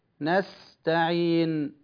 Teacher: السين حرف صفيري مهموس، نستعين صفيري مهموس.